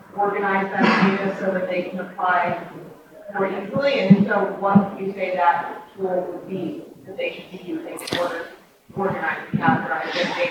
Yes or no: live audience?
yes